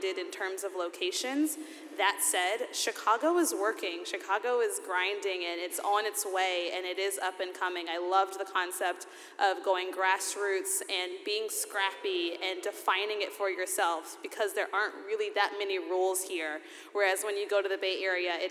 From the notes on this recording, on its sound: In a live panel recorded at Chicago Athletic Association Hotel